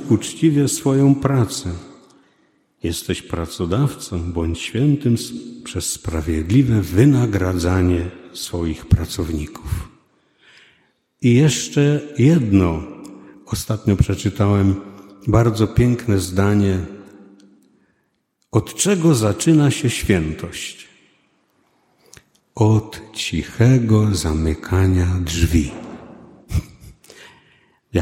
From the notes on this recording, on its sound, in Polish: 90. rocznica poświęcenia kościoła. Nagrania homilii i kazań wygłoszonych w parafii WNMP w Opolu Gosławicach.